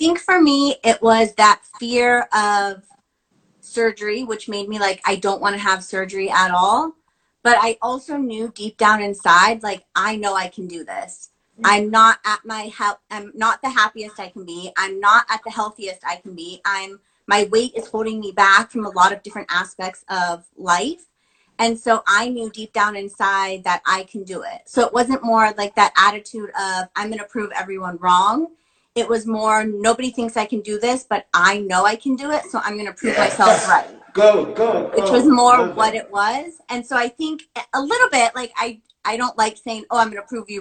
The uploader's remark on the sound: Instagram Live Interview with ….